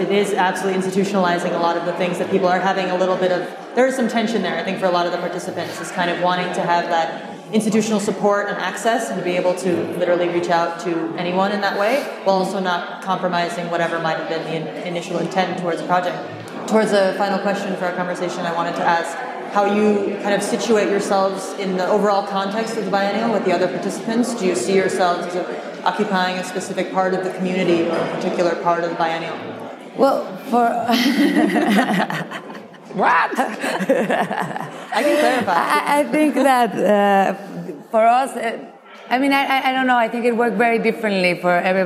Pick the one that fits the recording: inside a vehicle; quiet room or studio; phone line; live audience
live audience